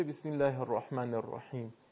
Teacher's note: در صورتی که الله قبلش کسره داشته باشه، مثل ذکر شریف بسم الله الرحمن الرحیم، در این صورت لام الله به اصطلاح میگن ترقیق میشه، دیگه تقلیز نمیشه، درست شد؟